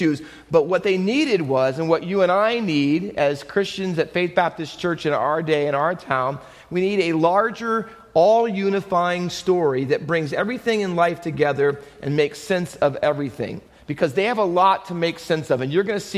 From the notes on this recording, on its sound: Faith Baptist Church in Hamilton, NJ.